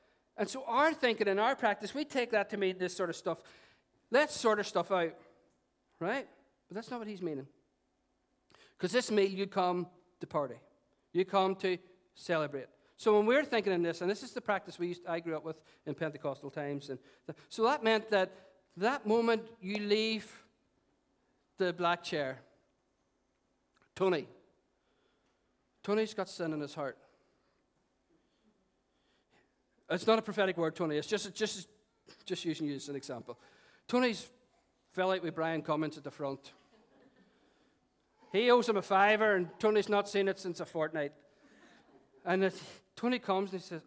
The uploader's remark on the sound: At our 11am Celebration.